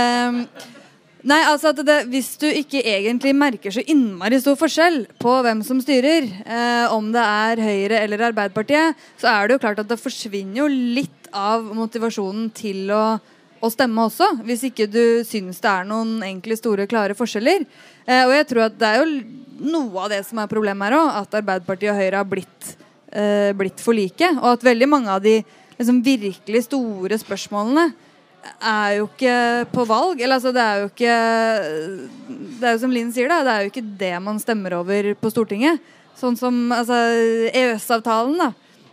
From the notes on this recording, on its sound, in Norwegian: Innspilt live i biblioteket på Tøyengata Bodega.